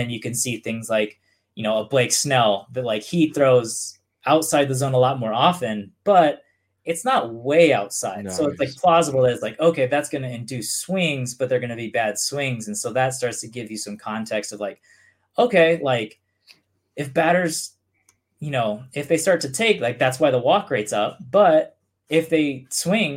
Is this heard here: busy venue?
no